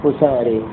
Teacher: والإمالة لأبي عمرو والكسائي